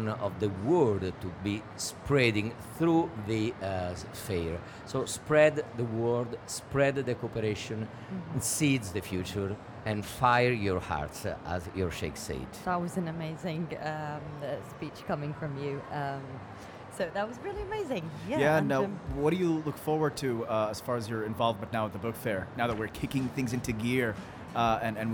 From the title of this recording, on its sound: Live from SIBF 2022